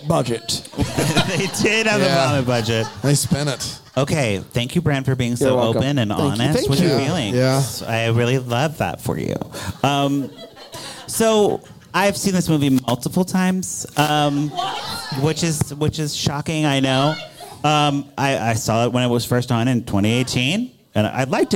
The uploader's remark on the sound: LIVE from Bramble Fest 2023